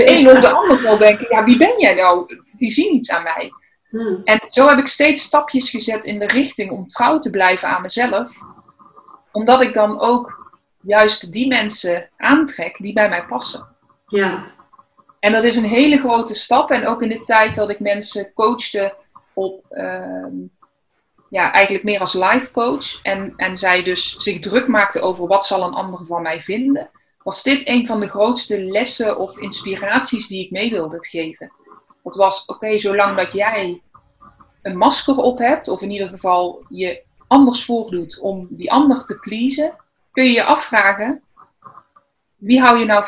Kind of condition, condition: link, video call